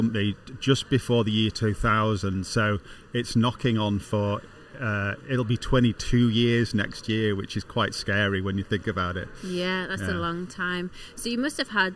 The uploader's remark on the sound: speak live from the optimise stand at the Project Controls Expo UK